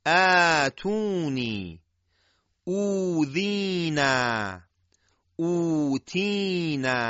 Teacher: همه الف ها رو باید میل به فتحه قرائت بکنیم · Term: الف مدی